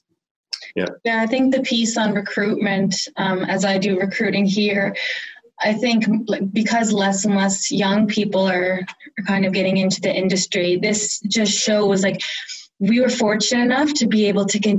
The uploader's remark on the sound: via Zoom for a conversation